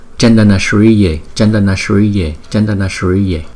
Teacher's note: Chữ S chúng ta phải đọc cong lưỡi lại và lấy cái hơi từ trên vòm miệng chúng ta đưa ra.